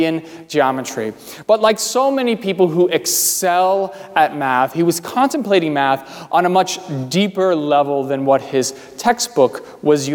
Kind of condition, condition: setting, large echoing room